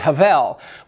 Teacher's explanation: so it has a softer pronunciation, like a V rather than a hard B